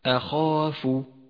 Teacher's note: حرف الهمزة مرقق والخاء والألف مفخمان والفاء مرققة